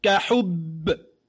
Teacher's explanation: الباء مشددة ومعنى الشدة ومعنى الجهر والقلقلة